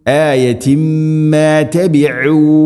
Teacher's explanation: ഐൻ തൊണ്ടയുടെ മധ്യഭാഗം, ഐനിൻ്റെ മഖ്റജ്